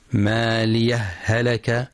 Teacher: إدغام الهاءين إدغاما متماثلا فتصبحان هاء واحدة مشددة